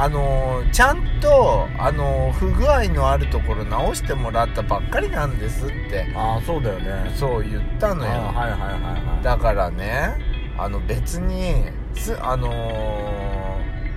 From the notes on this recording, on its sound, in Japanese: ドスドライブ収録。ロードノイズゴメンね。